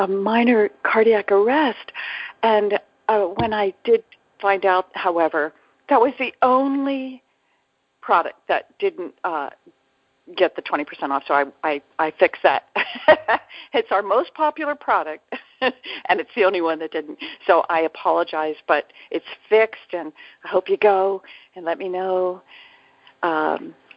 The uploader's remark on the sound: ACIM Daily TEXT Conference Call.